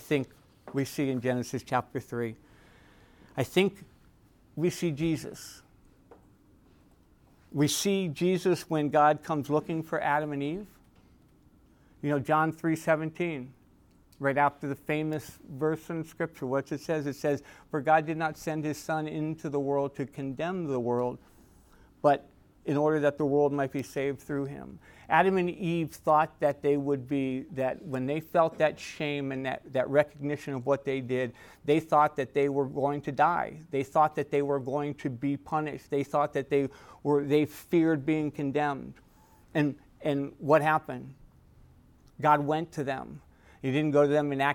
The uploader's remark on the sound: Recorded at Emmaus Church in Buford, GA